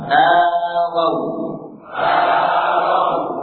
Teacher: huruf wawu ketika dia menjadi baca lin atau huruf lin, maka tidak ada mat. Tidak seperti huruf mat, jadi tidak panjang.